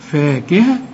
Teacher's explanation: فاكهة بعد الفه ألف اهي علشان تمدها مد طبيعي